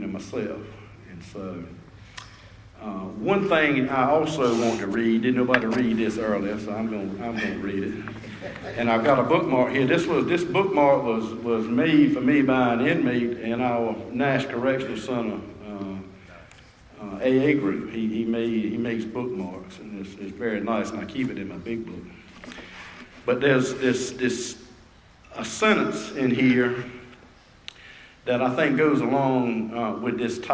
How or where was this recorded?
live audience